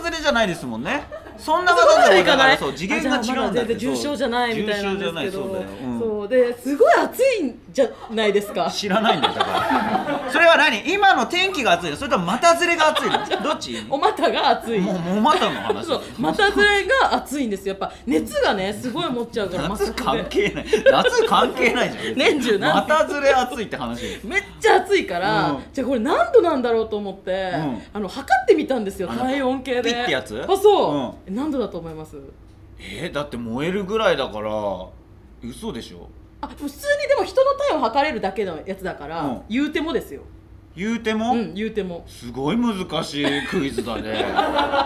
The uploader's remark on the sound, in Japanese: 初めての公開収録